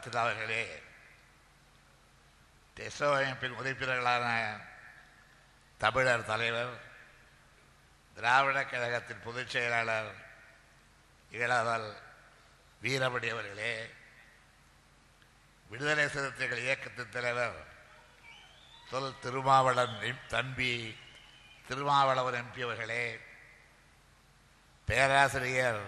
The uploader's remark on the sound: TESO Conference Speech